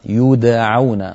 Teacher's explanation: ضممت الياء قلقلت الدال فتحت العين